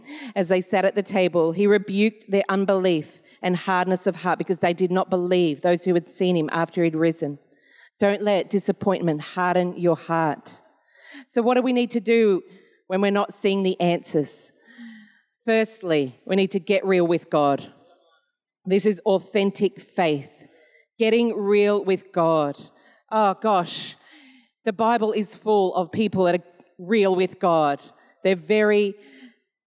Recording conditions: large echoing room